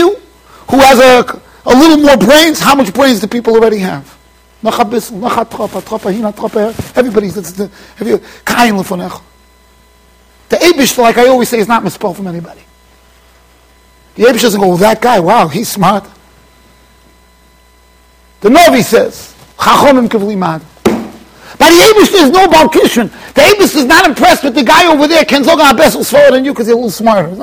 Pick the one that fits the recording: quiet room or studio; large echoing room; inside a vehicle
large echoing room